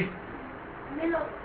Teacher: بتحريك الساكن الاول، خليته ايه؟ خليته مفتوح